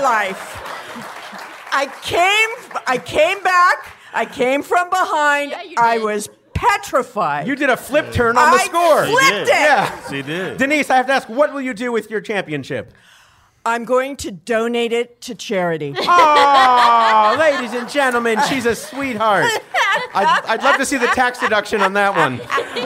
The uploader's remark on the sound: It’s the return of in-person live audiences on Go Fact Yourself ! This episode was produced in conjunction with KPCC and recorded live at the Crawford Family Forum in Pasadena.